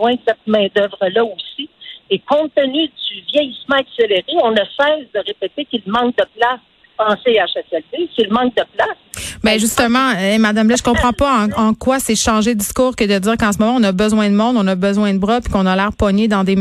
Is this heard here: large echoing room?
no